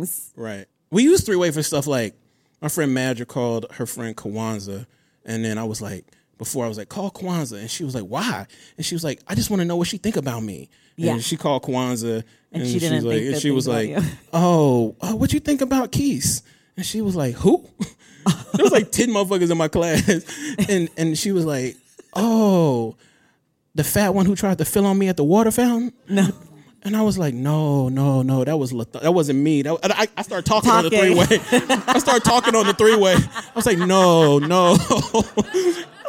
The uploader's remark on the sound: The NYC Late Show. Audio from the second New York live show on our national tour.